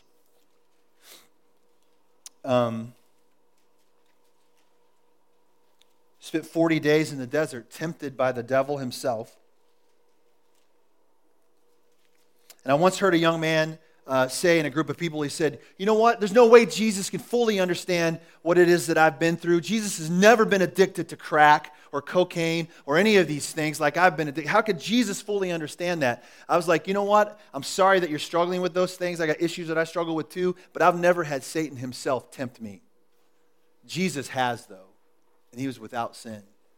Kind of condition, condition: setting, large echoing room